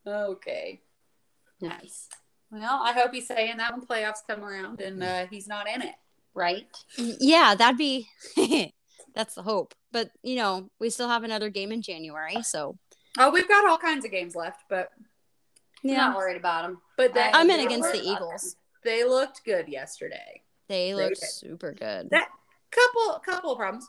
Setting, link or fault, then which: fault, sounds in the background